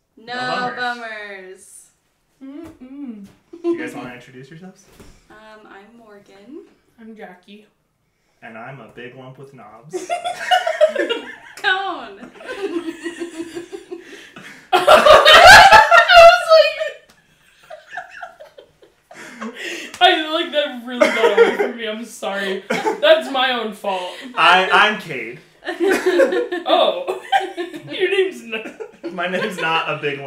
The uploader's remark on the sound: Disclaimer: SNEAK PEEK Episodes are episodes we made in trying to determine how the pod would work, as such there are some less than desirable audio and video issues as well as general awkwardness.